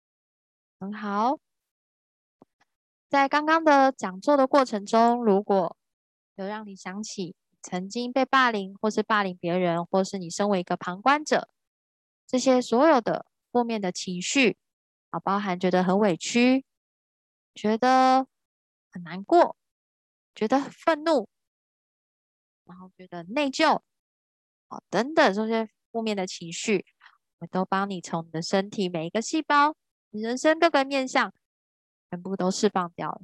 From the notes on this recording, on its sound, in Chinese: 聊聊好心芹ZOOM線上公益講座。